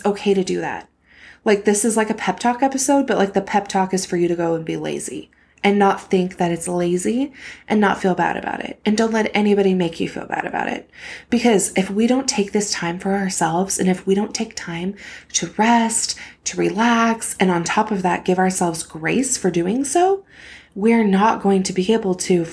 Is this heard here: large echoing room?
no